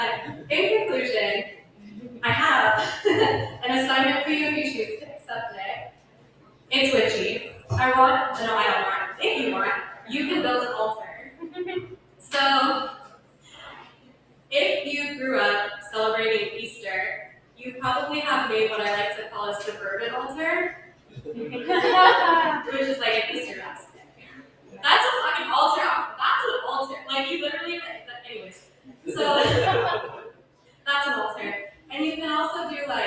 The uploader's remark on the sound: At the bar during the live recording. A segment recorded live at HOWL - LA's Full Moon LGBTQ+ party at Detroit Vesseys.